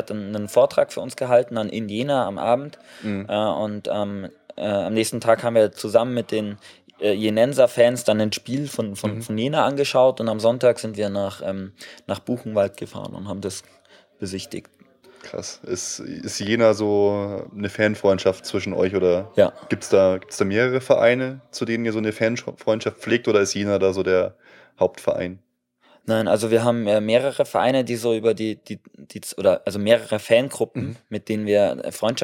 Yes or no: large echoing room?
no